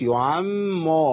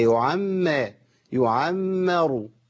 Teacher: الميم الاولى مرققه والثانيه مفخمه · Shown in: second take